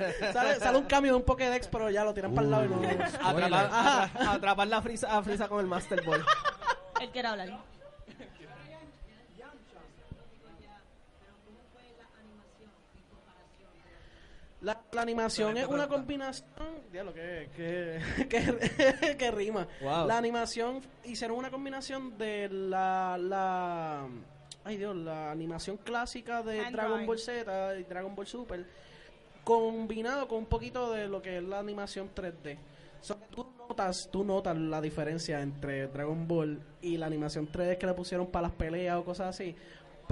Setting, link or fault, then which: setting, live audience